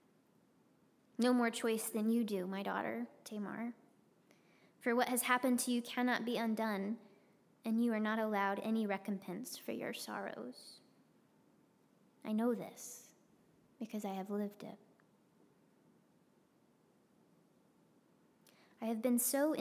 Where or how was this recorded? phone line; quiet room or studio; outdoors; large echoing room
large echoing room